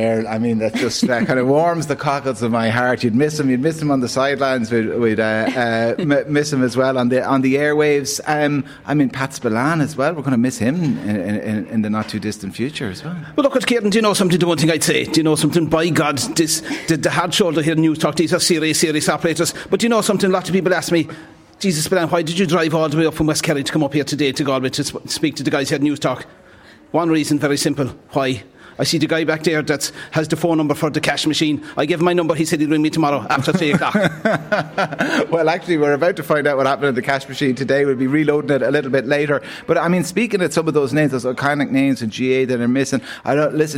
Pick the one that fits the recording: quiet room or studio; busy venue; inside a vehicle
busy venue